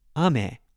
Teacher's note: If I want to say candy in Japanese, is ame, lower, higher.